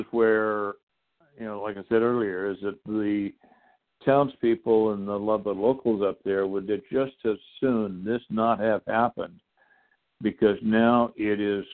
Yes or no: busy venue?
no